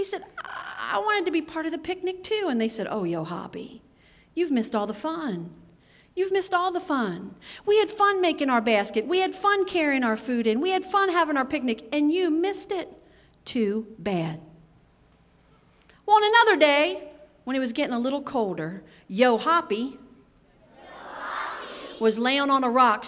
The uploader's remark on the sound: in a live recording before an enthusiastic group of youngsters